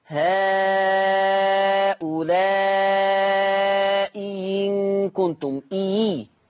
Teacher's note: الإبدال ياء مكسورة، هؤلاء إن كنتم، إي أبدلها ياء مكسورة